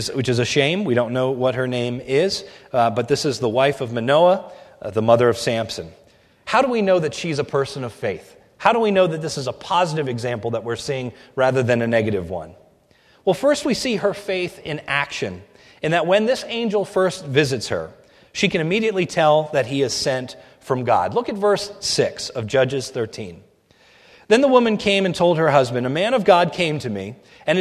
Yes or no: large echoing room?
yes